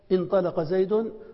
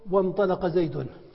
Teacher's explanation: عرفنا أنها تثبت في البدء انطلق زيد، وتحذف في الوصل وانطلق زيد، فهي في الوصل تحذف في الصوت · Term: همزة الوصل